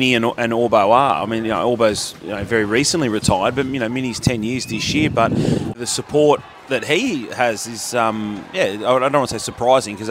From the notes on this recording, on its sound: Live from Mt Smart stadium. Recording live from across the ditch.